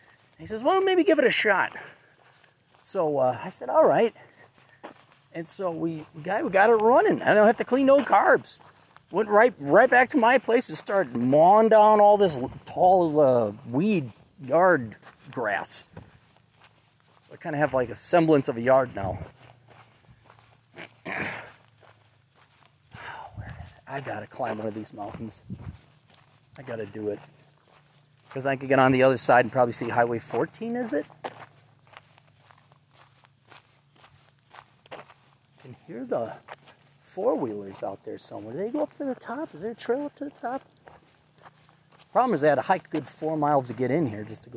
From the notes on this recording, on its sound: a recording from a long hike in the middle of nowhere South Dakota